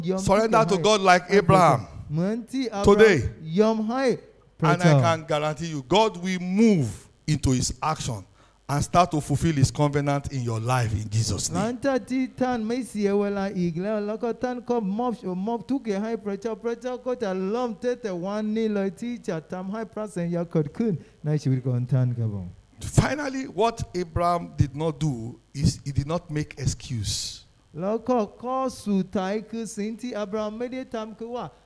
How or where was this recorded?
live audience